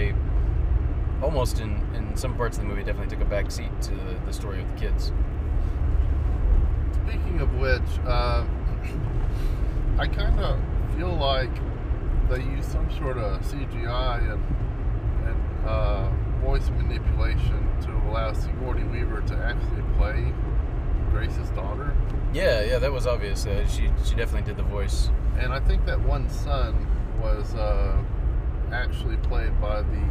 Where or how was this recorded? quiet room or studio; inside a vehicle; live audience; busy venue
inside a vehicle